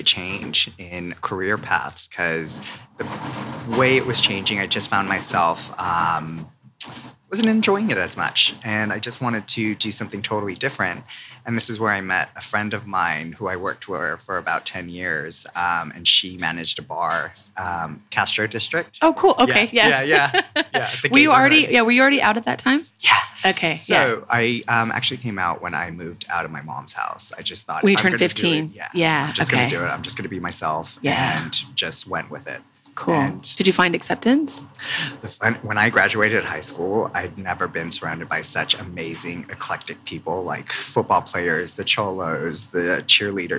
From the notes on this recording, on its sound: Live from Habitat in Byron Bay